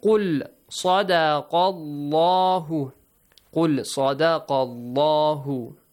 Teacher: The letter lam in the word Allah will be pronounced heavily.